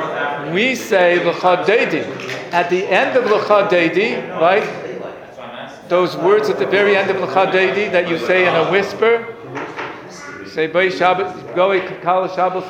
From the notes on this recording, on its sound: Sunday Kolel Lecture. Recorded live at The Torah Center ATL.